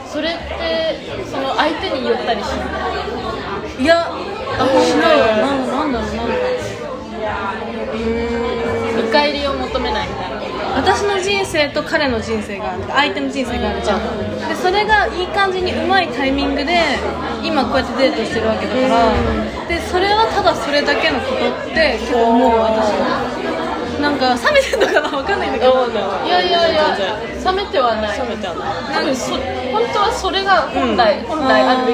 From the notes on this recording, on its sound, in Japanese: 今回大分ガヤいです。ちゃんとした録音環境を作りたい、ピンマイク？いやしかしこのガヤガヤ感もいいのか？